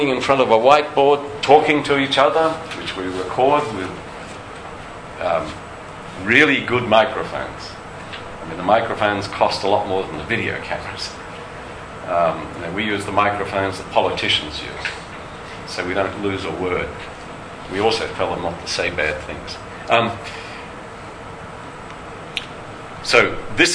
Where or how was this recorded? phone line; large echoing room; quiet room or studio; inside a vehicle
large echoing room